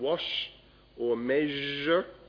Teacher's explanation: Post-alveolar fricatives, as in wash or measure.